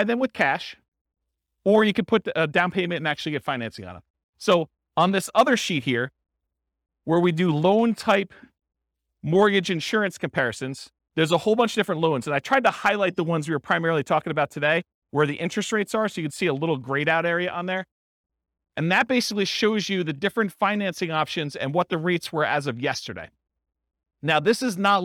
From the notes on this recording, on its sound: This was a live class recorded